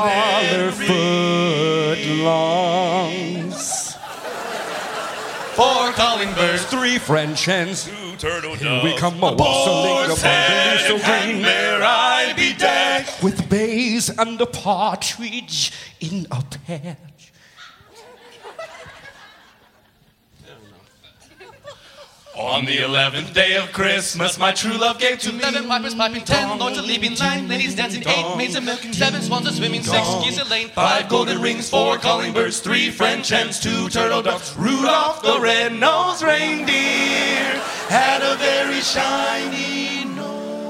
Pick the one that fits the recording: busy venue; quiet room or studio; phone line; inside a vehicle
busy venue